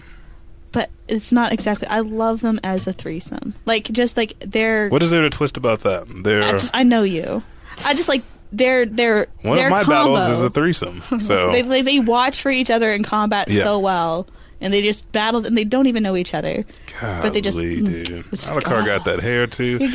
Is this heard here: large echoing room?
no